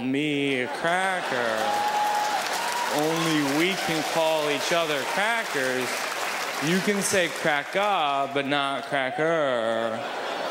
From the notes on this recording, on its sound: brings his charm to the 2005 Just for Laughs Festival in Montreal